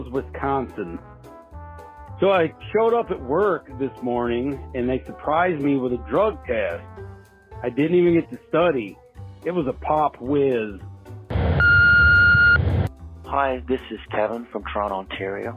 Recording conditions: phone line